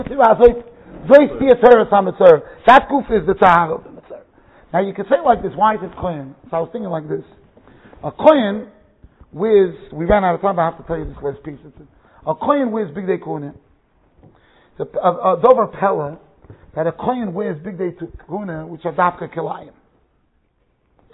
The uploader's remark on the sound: Shiur recorded in Yeshivas Ohr Reuven, Monsey NY.